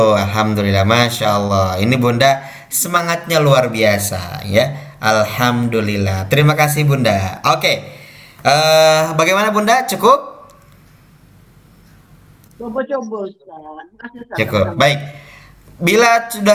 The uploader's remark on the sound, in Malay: Rakaman zoom pada setiap Rabu 8.30mlm (waktu Singapura).